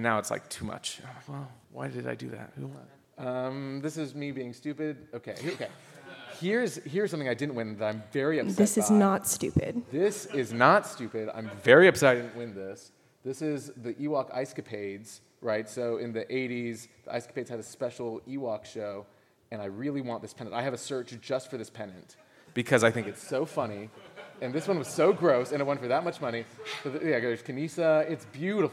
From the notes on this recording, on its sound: a full recording of the LIVE official panel from Star Wars Celebration London 2023